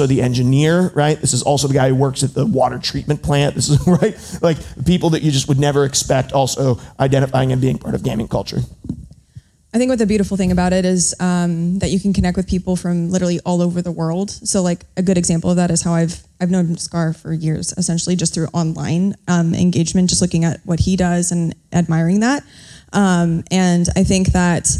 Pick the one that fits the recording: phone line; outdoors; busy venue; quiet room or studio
busy venue